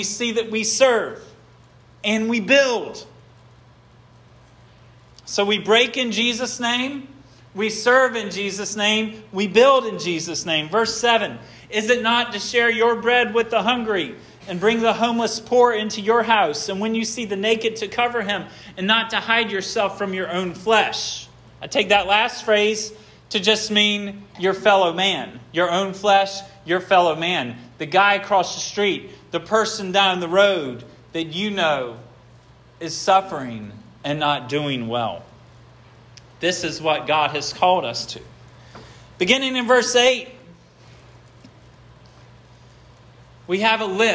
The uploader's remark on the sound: This sermon was preached at Hope Fellowship